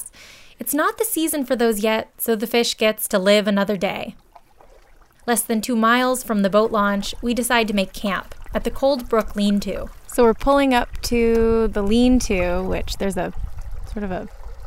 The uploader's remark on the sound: An audio postcard from a canoe camping excursion on Lower Saranac Lake